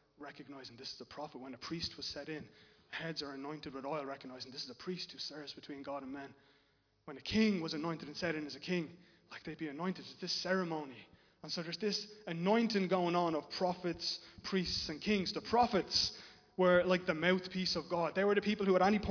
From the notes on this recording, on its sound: Recorded live in Liberty Church on 17 October 2021